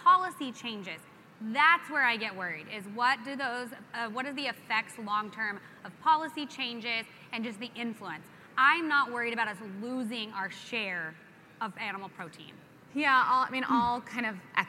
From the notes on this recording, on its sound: LIVE FROM PUERTO RICO! Going LIVE from the American Farm Bureau Convention in Puerto Rico. Live Q &.